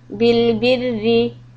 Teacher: There's no extra air in your mouth when you say the ra kasra.